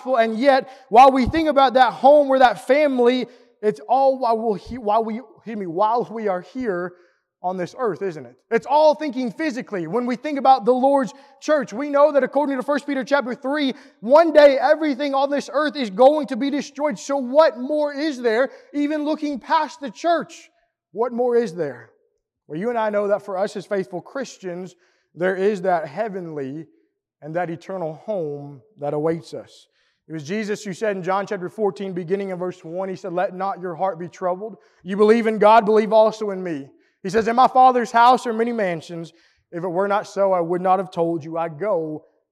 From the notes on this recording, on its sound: Preached at the East Hill Church of Christ in Pulaski, TN on Sunday, August 14, 2022.